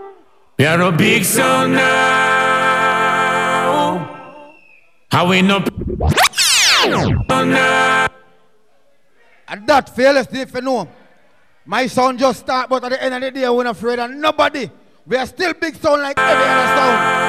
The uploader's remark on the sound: TOPAZ EVENT CENTRE, TORONTO 3/8/2020